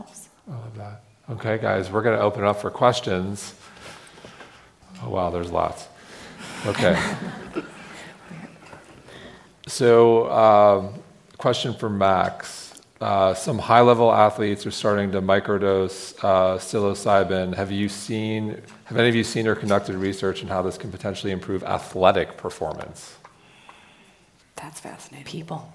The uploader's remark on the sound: A special recording from our sixth annual revitalize event , which was held in Dove Mountain, Arizona, in June. A special recording from our sixth annual revitalize event , which was held in Dove Mountain, Arizona, in June. The insights we learned on the main stage this year were too good not to share.